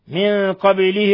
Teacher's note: ولا يخفى قلقلة الباء في لفظ من قبله